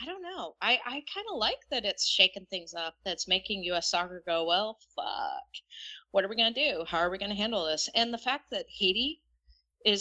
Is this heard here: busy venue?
no